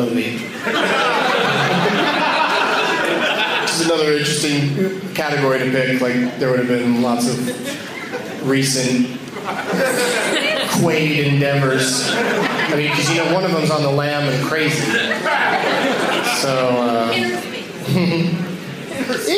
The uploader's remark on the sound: audience members in this boner-sode from the Waiting Room Lounge in Omaha, NE